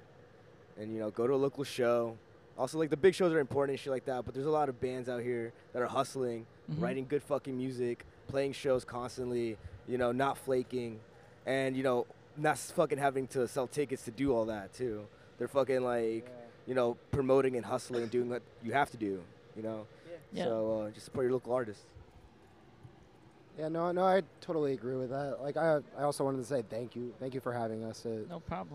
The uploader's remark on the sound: we went to Clash Bar in Clifton, NJ